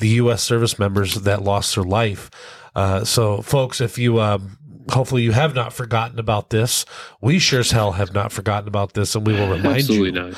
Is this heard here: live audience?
no